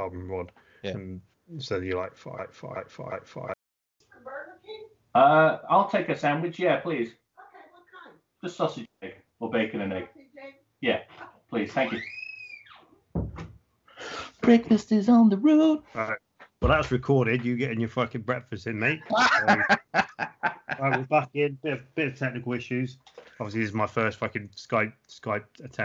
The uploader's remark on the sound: we experienced a few technical issues and the quality is not tip top